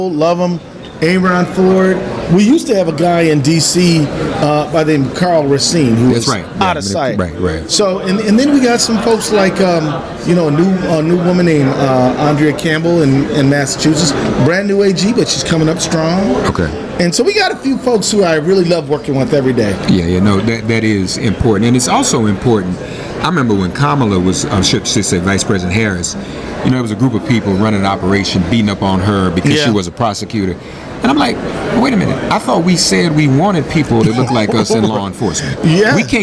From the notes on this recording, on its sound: Live from Chicago, at the 17th Annual Netroots Nation